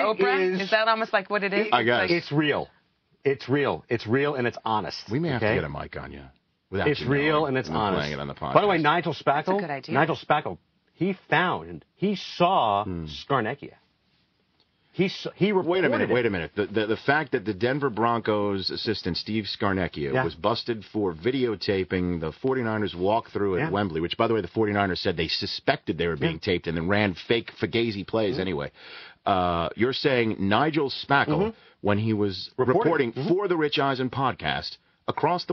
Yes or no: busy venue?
no